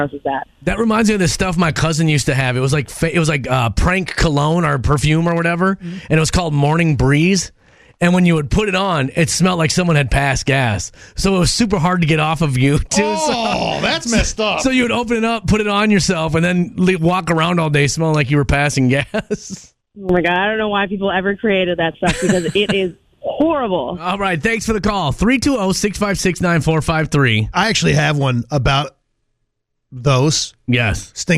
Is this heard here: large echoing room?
no